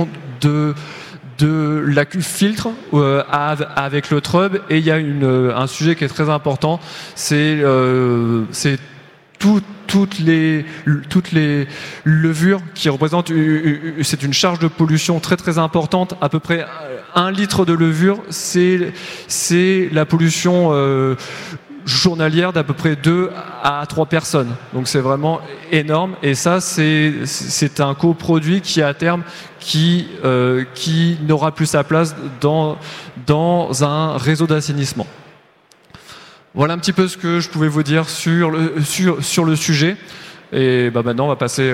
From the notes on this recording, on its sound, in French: Conférence enregistrée le vendredi 21 octobre 2022, au Salon du Brasseur. Conférence enregistrée le vendredi 21 octobre 2022, au Salon du Brasseur.